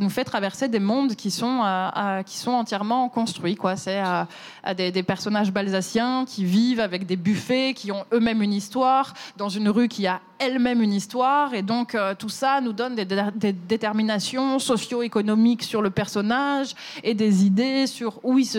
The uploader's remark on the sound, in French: cet épisode a été enregistré à la Gaîté Lyrique